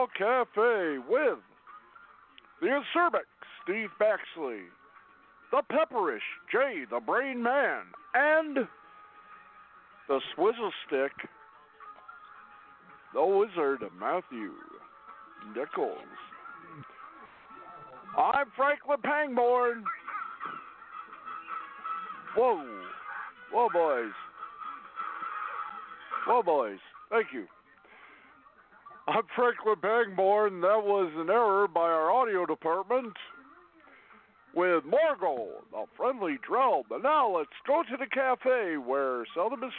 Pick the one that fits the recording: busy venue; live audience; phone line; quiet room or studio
phone line